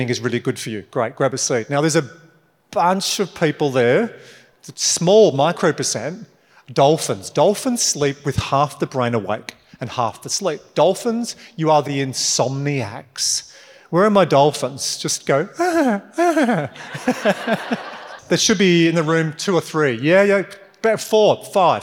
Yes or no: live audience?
yes